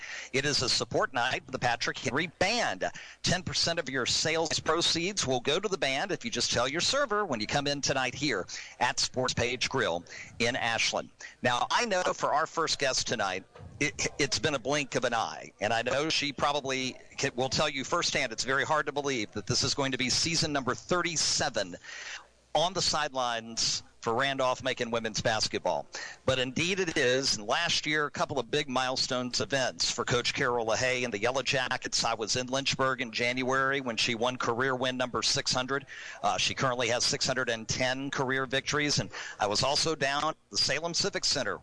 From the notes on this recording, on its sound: Heard live October 8, 2018 from SportsPage Grille in Ashland on 102.9 The Mater, WHAN Radio.